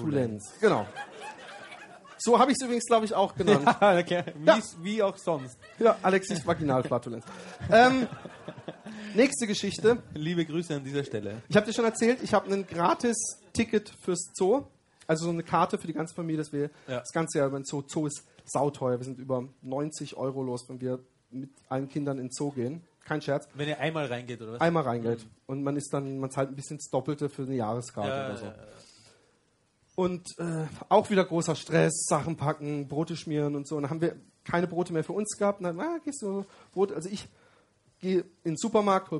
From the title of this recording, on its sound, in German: Weinheim Live